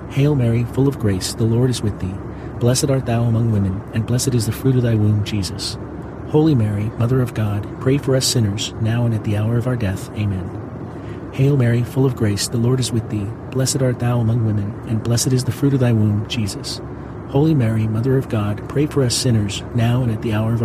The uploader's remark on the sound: Pray the Rosary from inside a commercial jet while powerful engines provide a soothing rumble outside at an altitude of 35,000 feet.